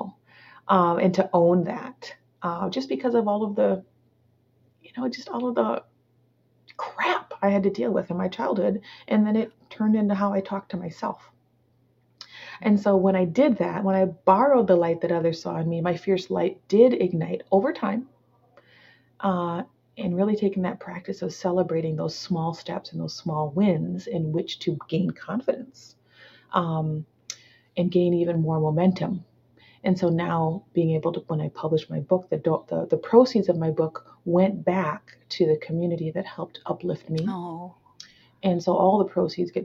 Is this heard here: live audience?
no